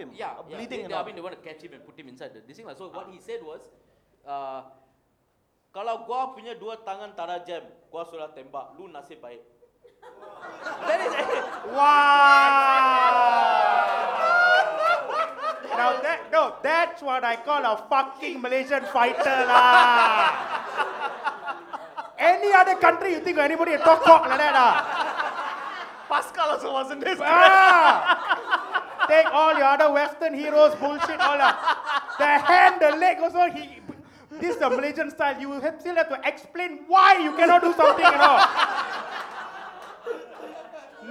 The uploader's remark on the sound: For the first time ever in Malaysia, it's the live show of The Macha Men!